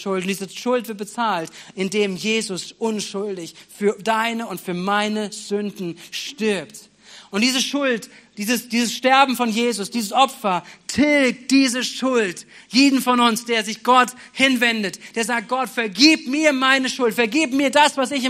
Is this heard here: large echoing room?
yes